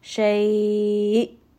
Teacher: you can hear that there is like that abrupt sound of the hamza · I will raise the voice just a little bit and give it a little bit of pressure, just to show that there is that hamza there. Shay. · Term: nabir